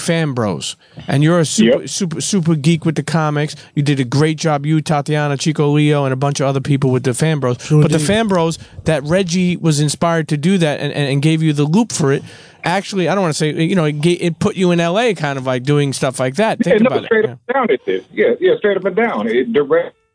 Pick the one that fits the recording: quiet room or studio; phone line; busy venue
phone line